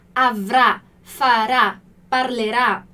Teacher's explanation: a nossa sílaba tônica, então onde cai a intensidade de quando a gente fala a palavra, é na última letra, na última sílaba